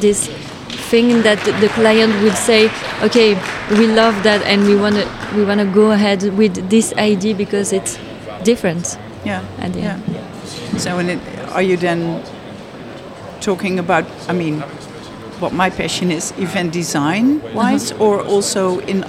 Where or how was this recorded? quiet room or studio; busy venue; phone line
busy venue